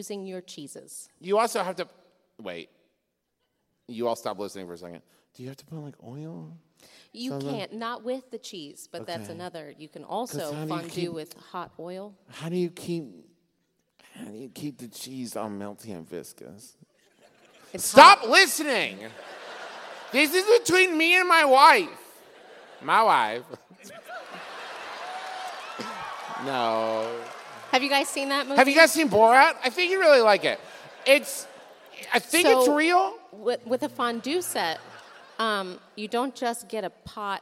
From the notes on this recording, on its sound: it was recorded live in Nashville!